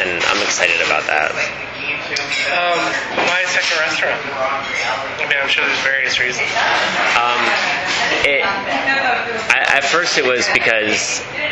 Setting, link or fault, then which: setting, busy venue